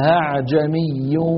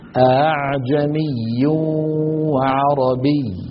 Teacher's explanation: فيلفظها القارئ بين الهمزة المحققة والألف · Shown in: second take · والمشافهة تحكم ذلك. · Term: الهمزة المسهلة